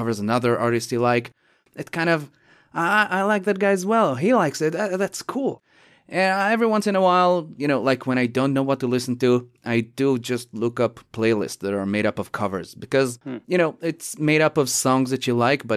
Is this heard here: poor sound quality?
no